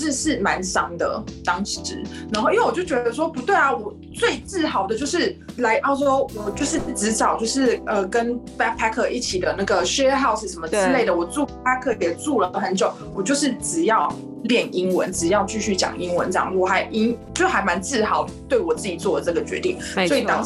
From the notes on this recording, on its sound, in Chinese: 遠在澳洲墨爾本的好姊妹。透過視訊軟體遠距錄音的方式一起來聊！